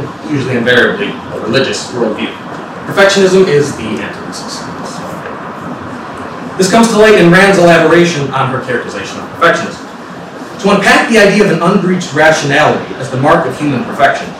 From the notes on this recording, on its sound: This talk was given at the 2018 Martial Arts Studies Conference at Cardiff University.